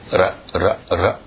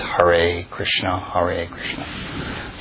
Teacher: technically in Sanskrit, the R's are rolled · Shown in: first take